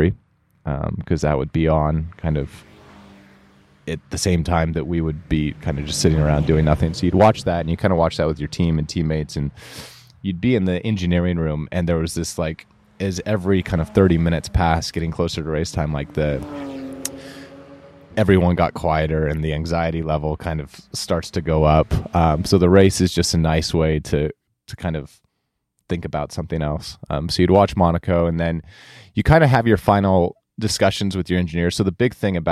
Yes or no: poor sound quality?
no